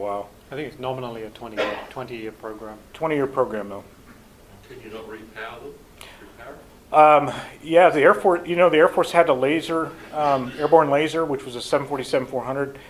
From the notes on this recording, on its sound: speaking at the recent WONZ Forum Meet held at the Air Force Museum of New Zealand